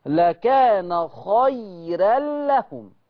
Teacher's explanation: قبلها ياء ساكنة فالراء مرققة لورش. وأظن الكل شايف معايا كلمة خيرا راء مفتوحة وقبلها مباشرة الياء عليها علامة السكون.